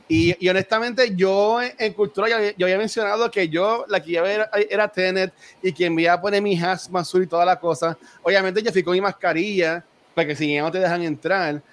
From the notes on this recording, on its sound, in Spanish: Grabación de nuestro panel en el PRCC Sessions del mes de junio